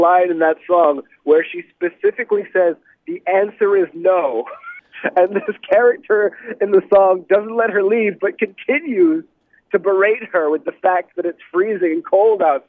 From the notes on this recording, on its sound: Called in to chat.